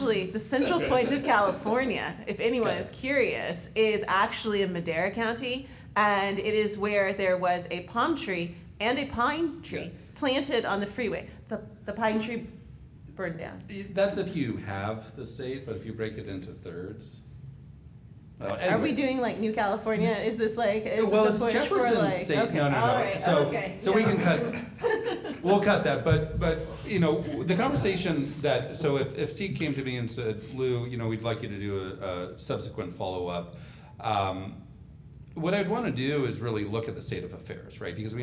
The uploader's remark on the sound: Recorded live on September 21st, 2022 at the California Climate and Energy Collaborative (CCEC) Forum in San Diego, California.